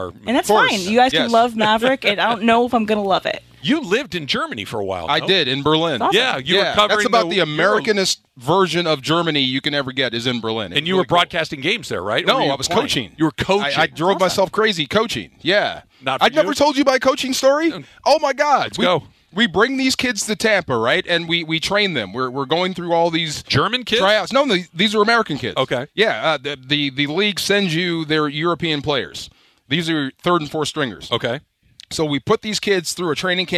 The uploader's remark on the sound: LIVE from the ESPN LA GOLF CLASSIC. LIVE from Yorba Linda as we are at our ESPN LA GOLF CLASSIC at the Black Gold Golf Course.